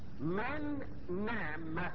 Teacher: يبقى اللسان طرف اللسان لامسه لفة الاسنان العليا مرتين